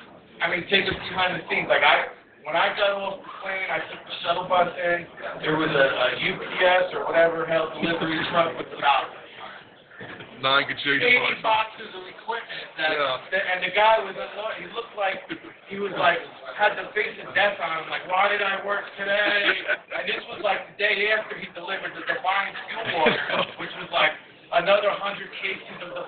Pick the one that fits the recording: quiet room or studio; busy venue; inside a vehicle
busy venue